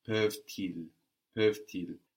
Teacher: So you don't hear the whole ending of the verb, just that last consonant. · Term: liaison